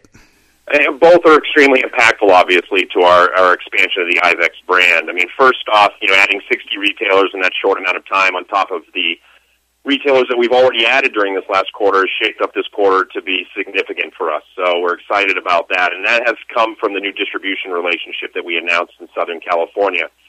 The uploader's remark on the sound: called in to SmallCapVoice